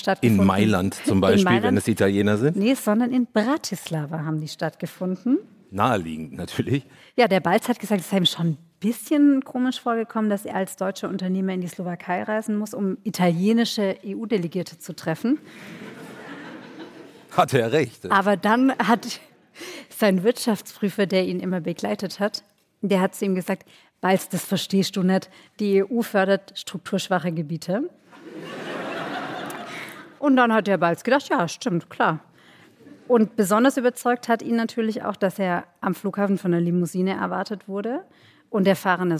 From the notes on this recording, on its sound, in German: Folge 144 ist ein Livemitschnitt. Ist ein Livemitschnitt des Auftritts. In der Uni Wien.